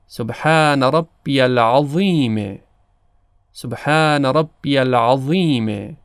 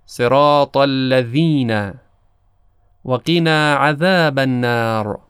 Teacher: ضاء دستدار هم از تماس نوک زبان با دندانهای بالا پدید میاد، اما تفاوتی که با ذال داره اینه که ذال از حروف استفاله و ضاء از حروف استعلاء. ضاء درشت و پرحجم ادا میشه و ذال در نقطه مقابل قرار داره.